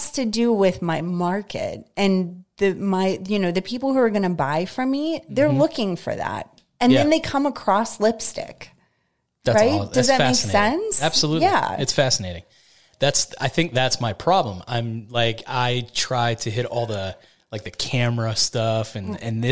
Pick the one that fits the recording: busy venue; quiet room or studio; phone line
quiet room or studio